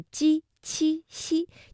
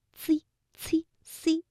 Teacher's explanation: 如果没有把舌面拢起来，那么鸡七西就会发成 zizi · Shown in: second take · Term: 尖音